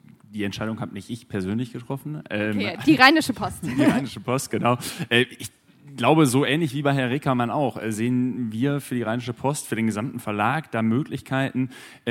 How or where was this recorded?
busy venue